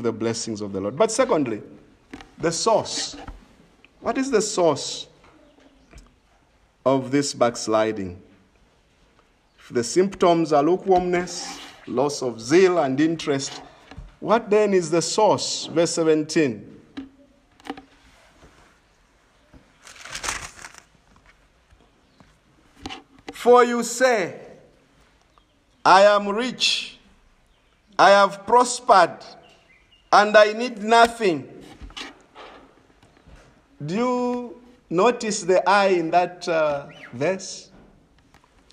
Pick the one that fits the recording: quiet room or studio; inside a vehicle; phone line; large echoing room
large echoing room